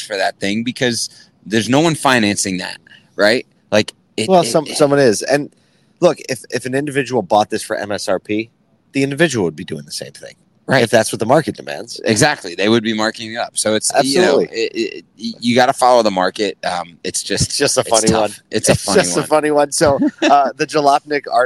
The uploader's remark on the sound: We’re live from Used Car Week 2023 in Phoenix